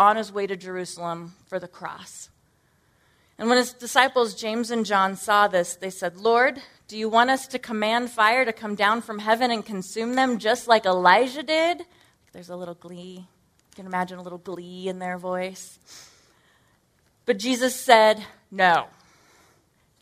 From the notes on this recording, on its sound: Originally recorded at NorthRock Church on March 12, 2018.